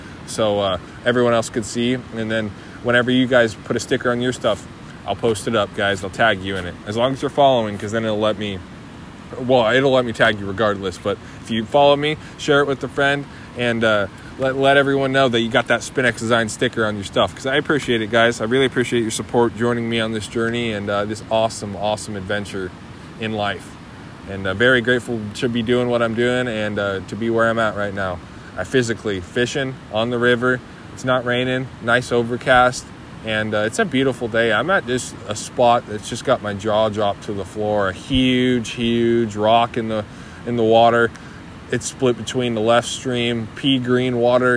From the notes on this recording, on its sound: I was also on the river recording this, as you may be able to hear in the background.